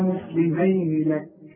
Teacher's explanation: قلت مسلمين لك ما مدتش، ما عنديش مد اطلاقا